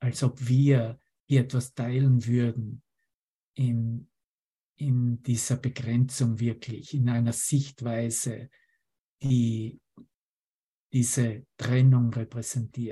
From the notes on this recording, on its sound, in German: Zoom-Session. Veranstaltet von der Aleph Akademie.